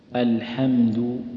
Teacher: الحمد كلها مرققة، الهمزة واللام والحاء والميم والدال